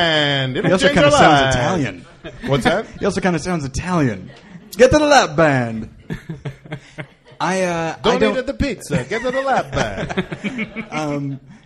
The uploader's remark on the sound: live at Meltdown Comics